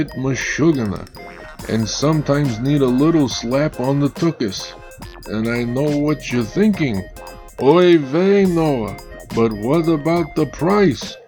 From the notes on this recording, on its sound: Find out the hard way, why food isn't aloud in recording booths!